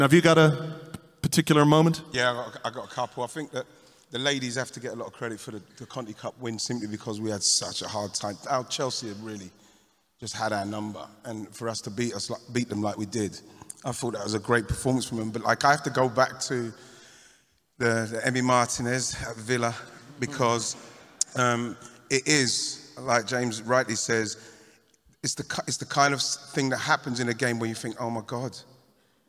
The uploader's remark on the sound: Here's the audio recording of the joint Arsecast and Arsenalvision Podcast live at Union Chapel.